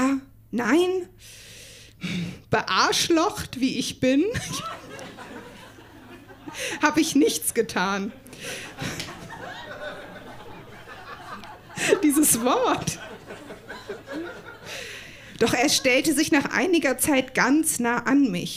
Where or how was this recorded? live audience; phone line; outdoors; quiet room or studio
live audience